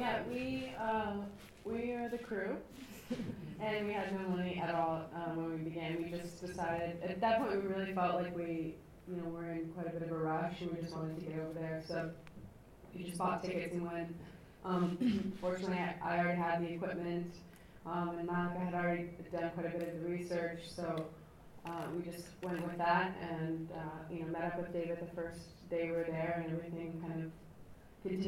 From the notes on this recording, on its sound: Recorded at the Light House Cinema, 3rd July 2012